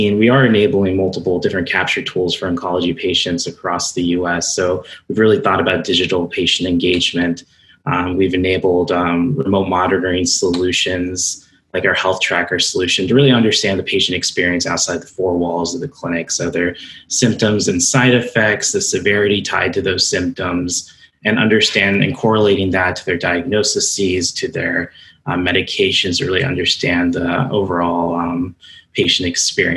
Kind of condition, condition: link, video call